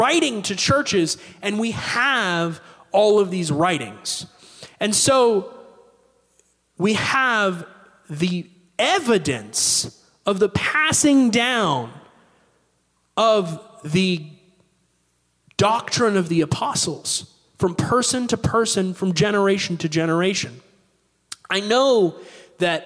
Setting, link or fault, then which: setting, large echoing room